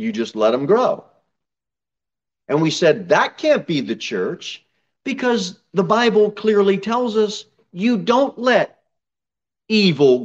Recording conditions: large echoing room